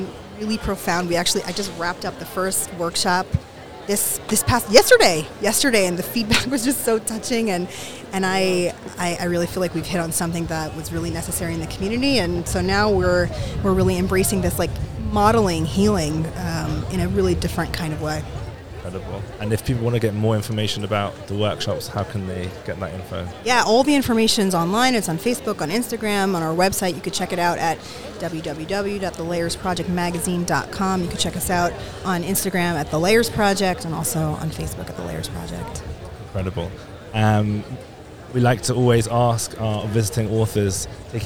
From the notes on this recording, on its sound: Live From Jerusalem. We were joined LIVE at Shavua HaSefer, Israel's national book week, at Jerusalem's First Station.